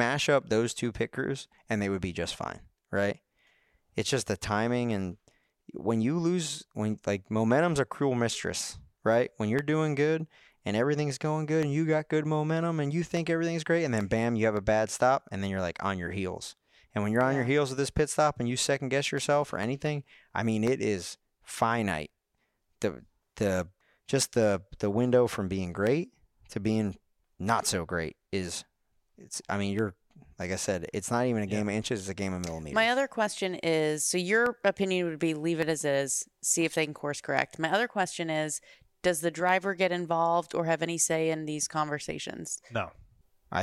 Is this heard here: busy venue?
no